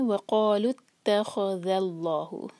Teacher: تا light خوا heavy ذال light, اس کو دھیرے دھیرے پڑھیں، ہیوی لائٹ مکس اپ نہ ہو.